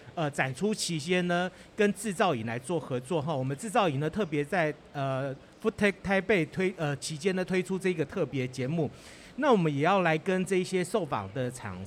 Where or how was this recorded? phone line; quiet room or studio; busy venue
busy venue